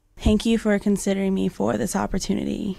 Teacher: Eine Stimme, die am Ende eines Satzes plötzlich absagt, knarrt, fast so, als würde die Sprecherin mit letzter Kraft noch ein paar Silben herauspressen. Das Phänomen heißt Vocal Fry.